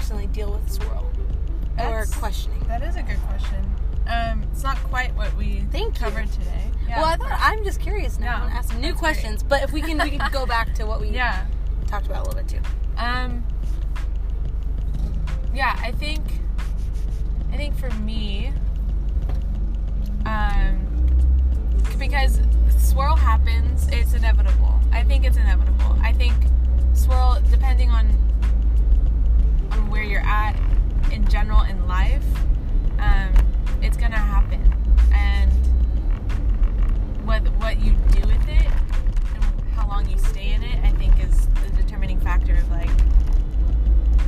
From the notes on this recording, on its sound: joins me in my car